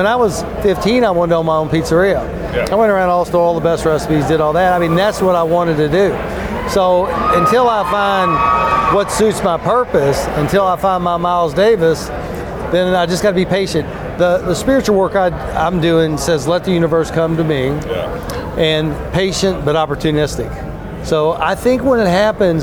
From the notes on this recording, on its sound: This episode was recorded at CPAC Texas.